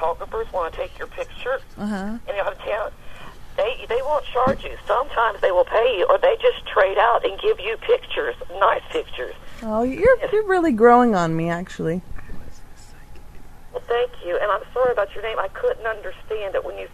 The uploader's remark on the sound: Prank Phone Calls